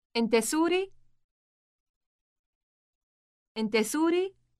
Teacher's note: To make this sentence a question, simply use a rising intonation.